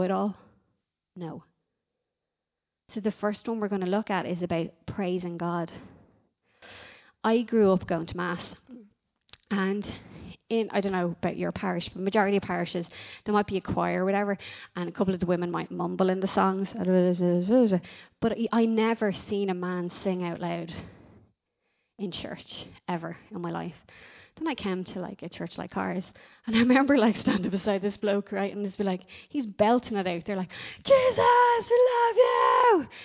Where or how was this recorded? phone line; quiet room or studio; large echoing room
large echoing room